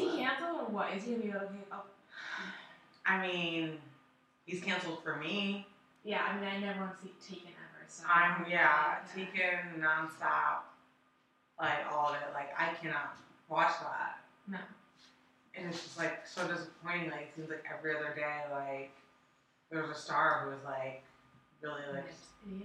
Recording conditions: poor sound quality